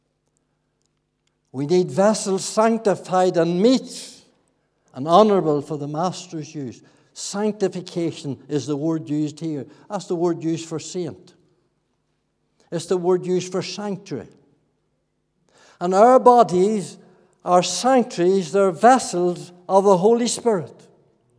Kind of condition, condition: setting, large echoing room